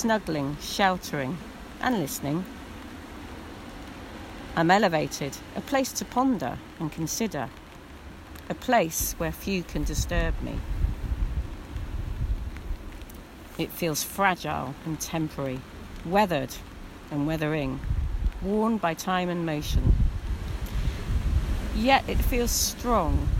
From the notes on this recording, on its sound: Festival visitors were invited to abseil down. A secure rock climbers platform, to experience Portland from a new vantage point. Recorded live on the rock face this recording includes the poems of 18 participants.